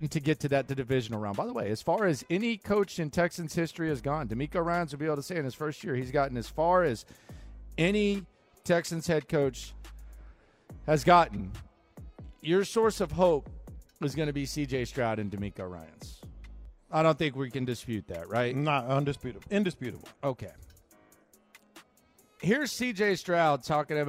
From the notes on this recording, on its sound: Live At The Bear Bryant Awards.